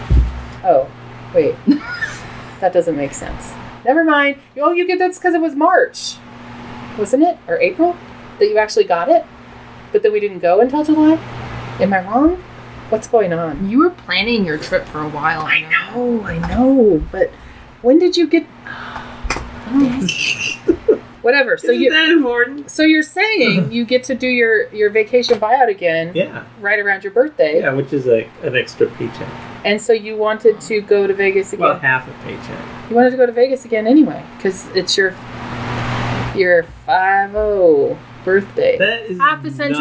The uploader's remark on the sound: We were sitting around the table after dinner. The sound is crappy but that's how we roll with 1/2 a dozen fans running.